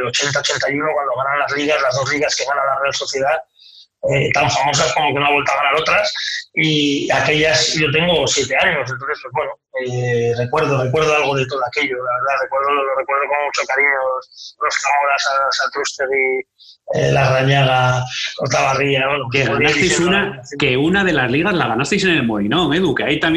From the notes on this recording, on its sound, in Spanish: Y lo cuenta desde su cocina, porque este Podcast está grabado en pleno confinamiento por el Covid-19. Y por eso la calidad del sonido no es la más adecuada para un Podcast, pero así es como había que seguir dando pasos adelante.